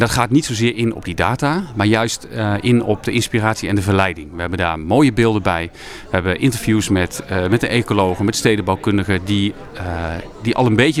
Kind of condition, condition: setting, busy venue